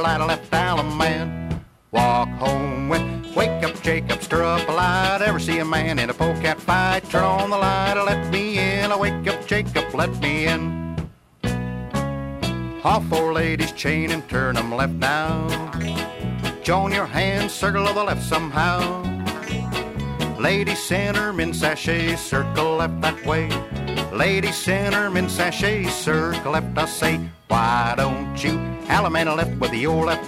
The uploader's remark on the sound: Track eight from the 1976 Hi Hat Records Staff Trails-In Dance held in Stanton, CA.